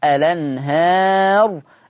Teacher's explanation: فيها النقل لورش، فتبقى لام مفتوحة فتقرأ الأنهار.